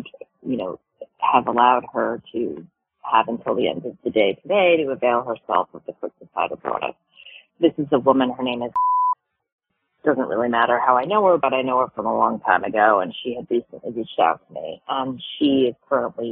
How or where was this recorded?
phone line